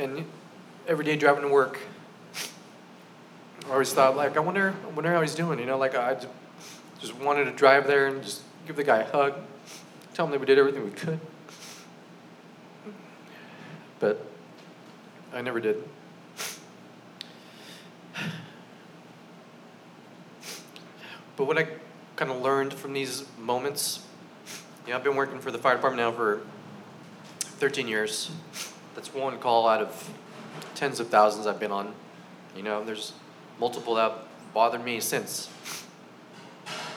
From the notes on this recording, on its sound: This live storytelling open mic event took place at Fox Coffeehouse in Long Beach, Calif.